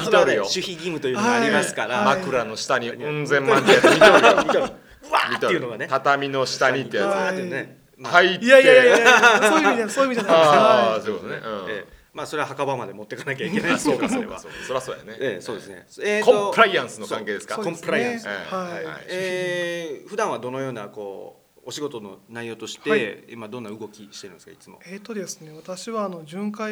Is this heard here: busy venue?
yes